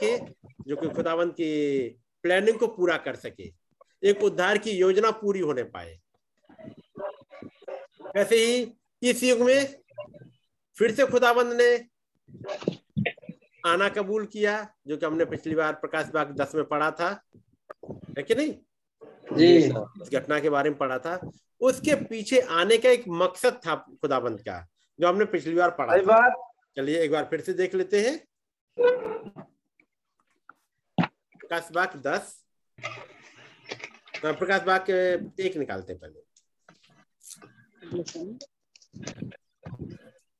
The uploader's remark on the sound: Zoom Meeting.